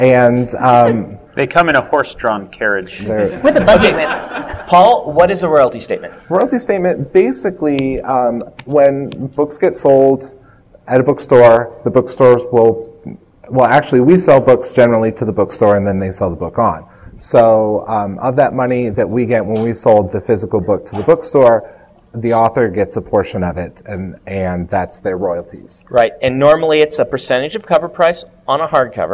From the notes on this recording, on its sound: joined us in front of a live audience at Westercon 67